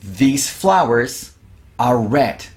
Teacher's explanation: ¿Te das cuenta cómo flowers, se escucha zzz, flowers are red?